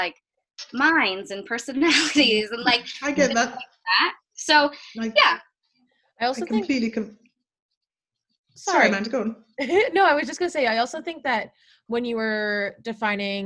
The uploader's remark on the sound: Like many other podcasts, we’ve had to change our format due to the continued physical distancing procedures that are in place to combat COVID-19. This week, our co-hosts and producer meet once again, but over a Zoom video call, to check-in and chat with our amazing guests!